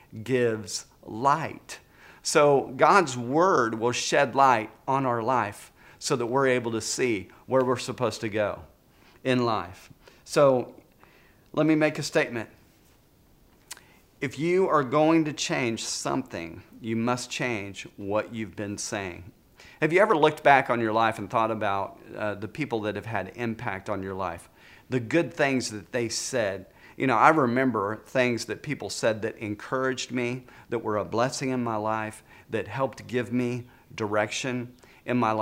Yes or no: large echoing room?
yes